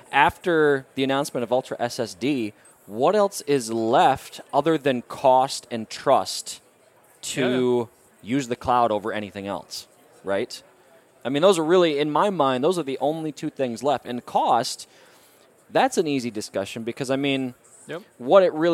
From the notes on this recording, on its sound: recorded at Microsoft Ignite in Orlando